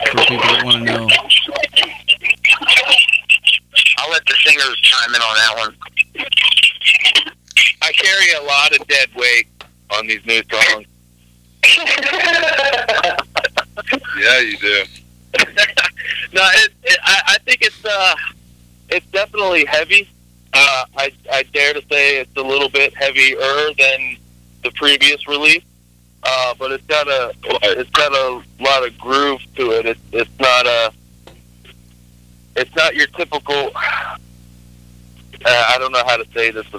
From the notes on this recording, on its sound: Called in live on The Zach Moonshine Show.